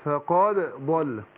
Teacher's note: قلقلت الدال الأول عشان ما تضغمش الدال في الضاد